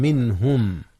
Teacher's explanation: أظهرت النون قبل الهاء وهي من أحرف الحلق